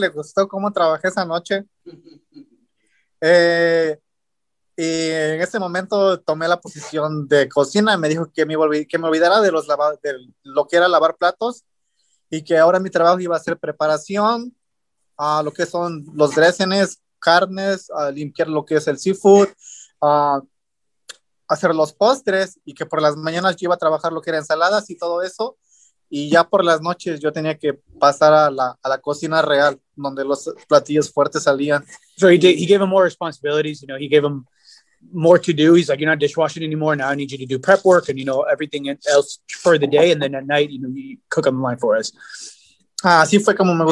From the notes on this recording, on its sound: Recorded Live on Zoom 3/22/2021.